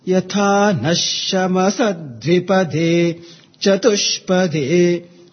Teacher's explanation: Here sa carries upward intonation.